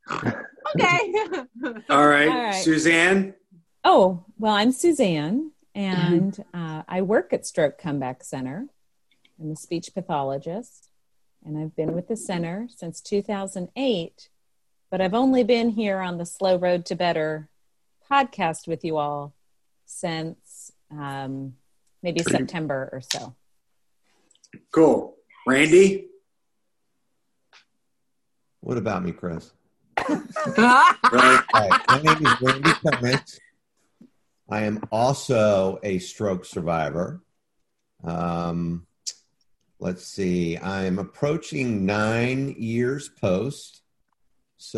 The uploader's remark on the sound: Crew is staying home and staying connected, and recorded this episode by Zoom.